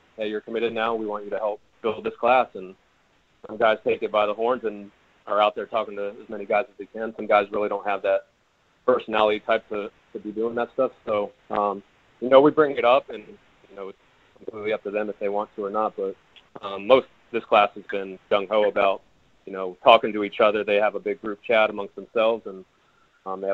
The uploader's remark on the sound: held a conference call with reporters